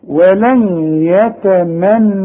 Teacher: الياء دي من حروف الادغام، يبقى هنا حذف وغن. والحرف المدغم كأنه مشدد، كأن عليه شد.